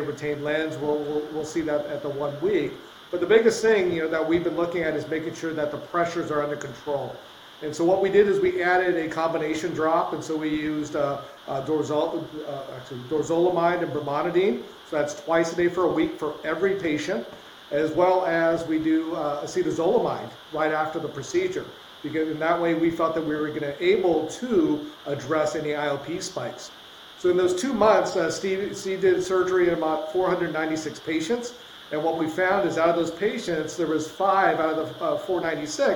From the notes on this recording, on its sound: this episode has been impacted by technical difficulties.